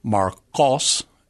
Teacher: you're pronouncing the Q towards the back of your mouth there, not the K towards the front